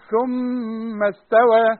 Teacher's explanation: لازم الميم تغن تقول ثم استوى